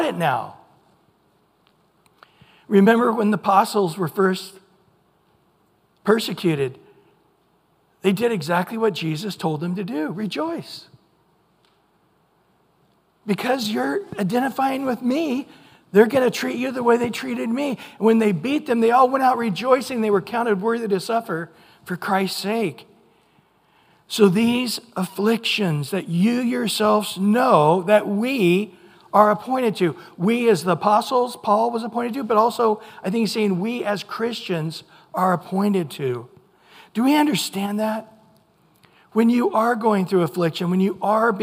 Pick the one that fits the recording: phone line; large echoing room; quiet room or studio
large echoing room